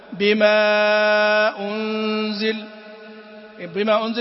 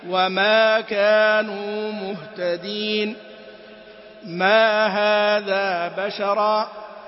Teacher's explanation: الثلاثة دول استفهامية والنافية والتعجبية يكون فيها الصوت أعلى بعض الشيء من الموصولة · Shown in: second take